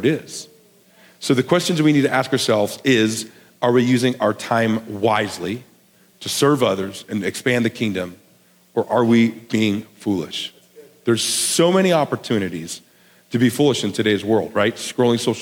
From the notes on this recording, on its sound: a sermon he delivered at The Garden Church in Bakersfield, CA